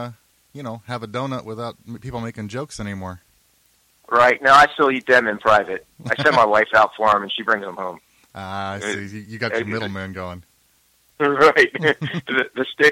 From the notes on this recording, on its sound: Candidate for Dona Ana County Commission District 5 called in to the show.